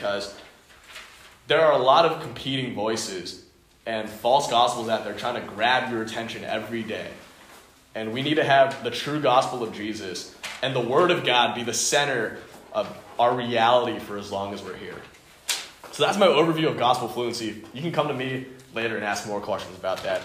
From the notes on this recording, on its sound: Delivered to the Unison Youth Fellowship at the Home of Christ in Menlo Park.